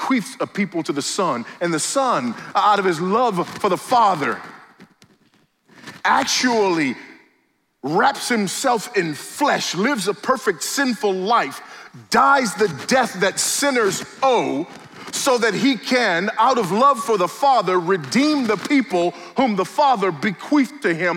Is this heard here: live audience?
yes